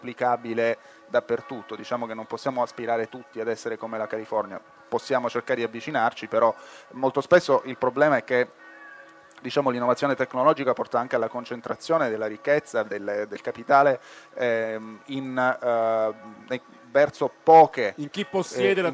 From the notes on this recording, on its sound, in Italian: Zapping in diretta dal Festival dell'Economia di Trento